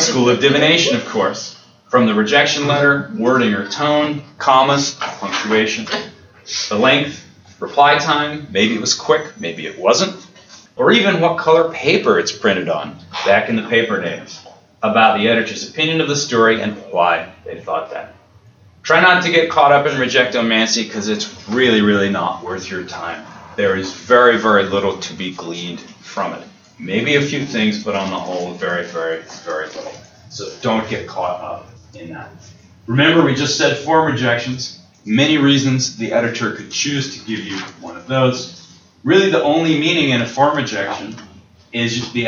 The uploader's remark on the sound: an excerpt from the lecture